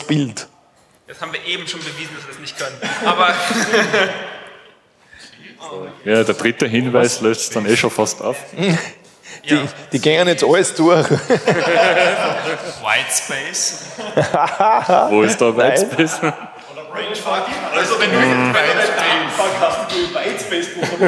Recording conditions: live audience